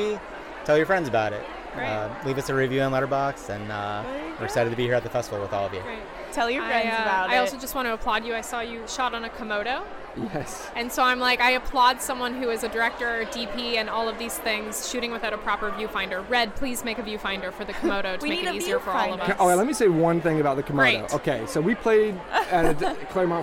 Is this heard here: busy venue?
yes